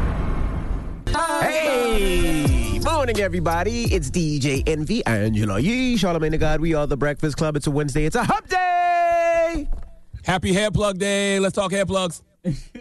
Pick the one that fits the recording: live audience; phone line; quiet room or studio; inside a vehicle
phone line